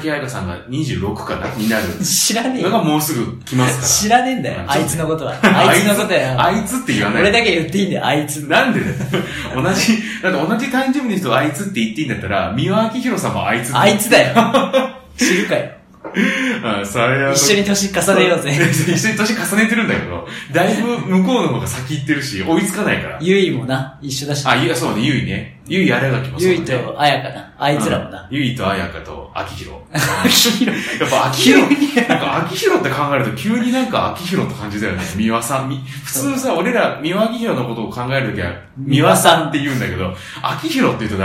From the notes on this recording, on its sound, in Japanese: 1ヶ月ぶりの収録は久々に対面で！録音環境の都合上、少々聴こえづらく感じるかもしれません。